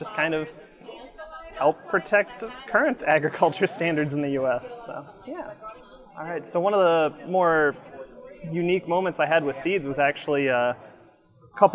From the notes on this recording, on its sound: at the Smithsonian's Earth Optimism event on the Mall in Washington DC